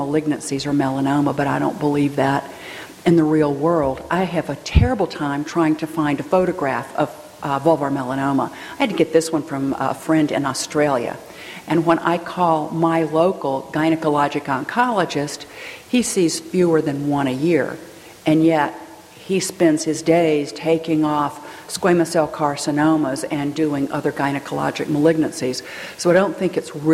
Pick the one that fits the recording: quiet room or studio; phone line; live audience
live audience